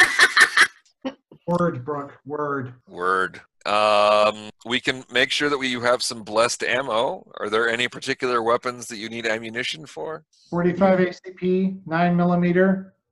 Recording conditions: video call